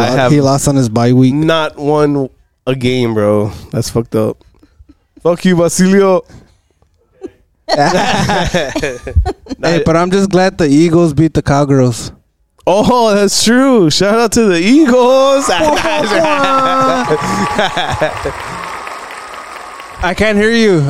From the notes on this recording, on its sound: Recording from the King's Ink Tattoo Shop. Big shoutout to the King's Ink Tattoo Shop in Pharr, Tx for letting us record this episode there.